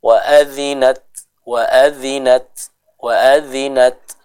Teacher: Artinya tertahannya suara. Jadi ketika kita mengucapkan huruf ta yang sukun, itu suaranya tidak mengalir, ya. Tapi langsung terhenti suaranya. Wa adzinat, langsung terhenti, ya, langsung terhenti suaranya. · Kita mendahulukan sifat syiddahnya. Jadi ketika membaca kita dahulukan syiddahnya, berhenti aliran suaranya. Setelah aliran suaranya terhenti, kita berikan sedikit udara yang keluar dari mulut kita untuk menyempurnakan sifat hamasnya tadi.